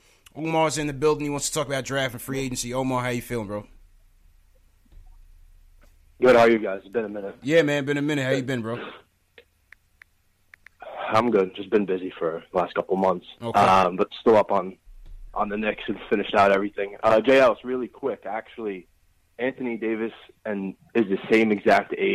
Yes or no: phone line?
yes